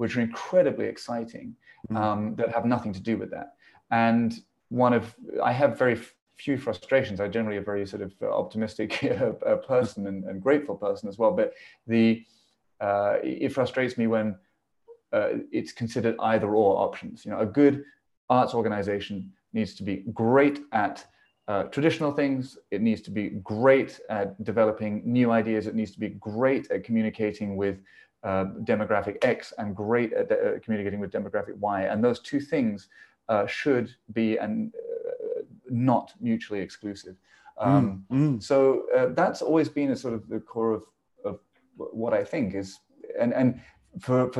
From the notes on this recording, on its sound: This interview was recorded on 23rd November 2021 via Zoom.